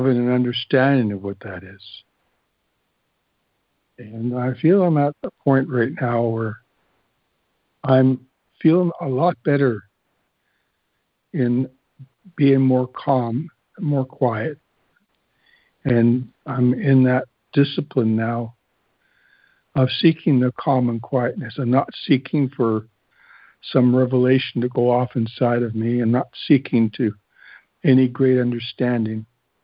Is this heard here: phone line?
yes